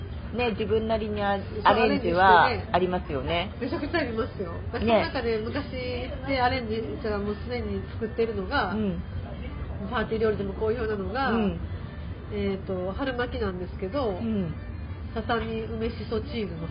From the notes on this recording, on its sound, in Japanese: 12月の東京ぶらり飲み歩き編。リアル居酒屋トーク。リアル収録ならではの雰囲気をお楽しみ下さい。